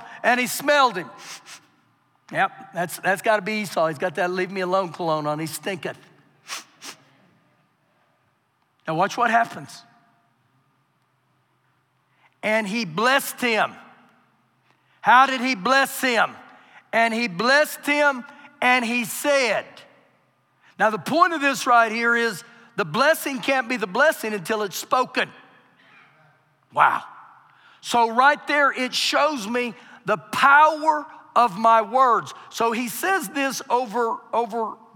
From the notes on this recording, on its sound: Recorded live during our Wednesday night service